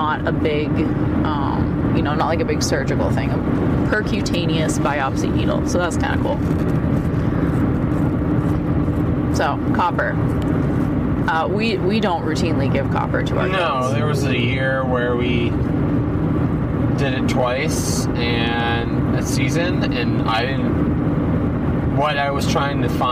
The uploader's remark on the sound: We're in the truck. Had him sit down with me to record some mini episodes.